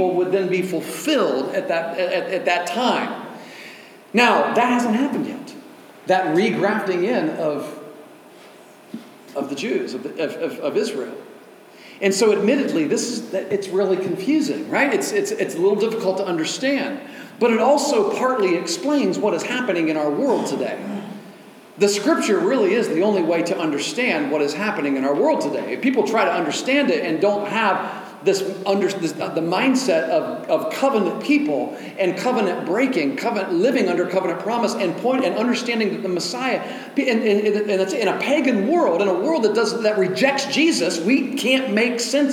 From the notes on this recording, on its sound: delivered at Oasis Church on October 15, 2023